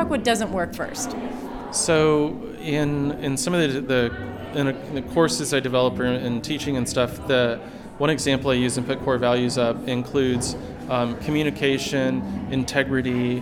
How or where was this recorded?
busy venue